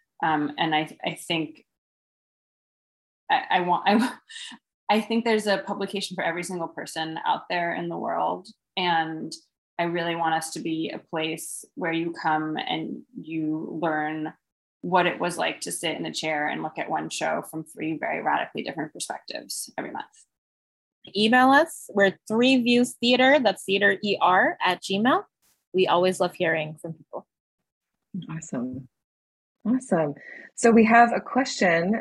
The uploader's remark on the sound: These discussions were live-streamed over zoom and recorded